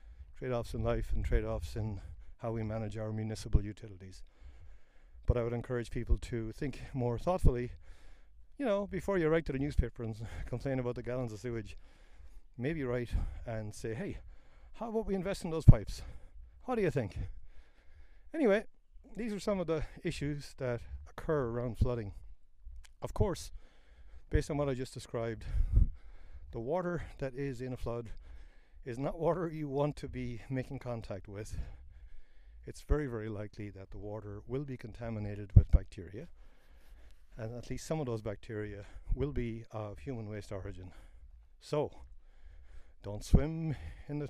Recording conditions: wind noise